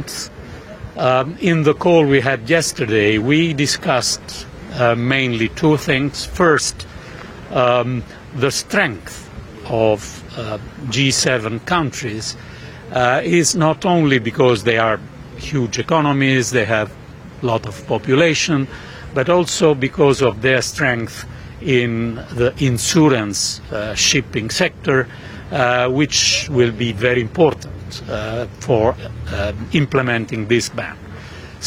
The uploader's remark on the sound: At the Ambrosetti Forum. We are also live in Downing Street ahead of the Conservative Party leadership contest result.